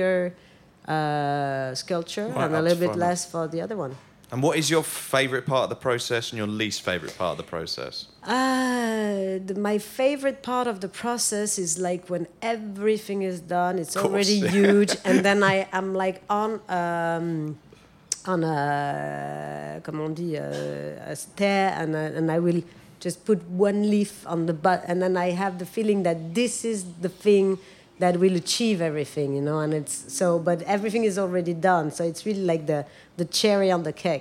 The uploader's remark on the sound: Talk Art Special LIVE EPISODE with Ruinart! Live from London's Frieze week, this inspiring episode was recorded in the Serpentine Pavilion designed by Lina Ghotmeh in front of a live audience.